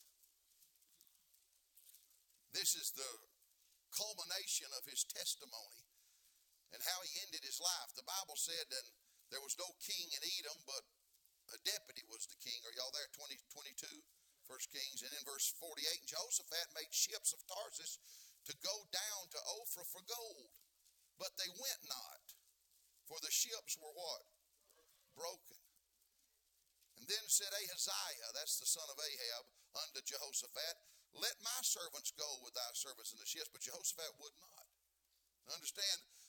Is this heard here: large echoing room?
yes